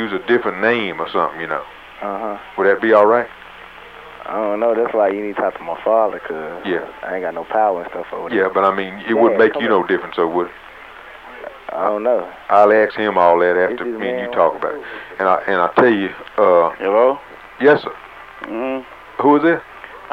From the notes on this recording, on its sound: Prank Phone Calls